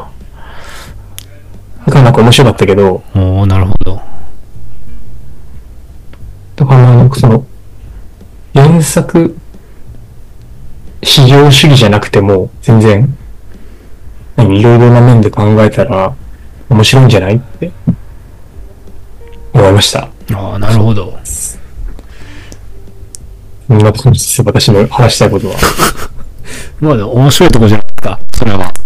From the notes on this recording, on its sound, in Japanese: 設定ミスって軍事無線みたいな音質になってます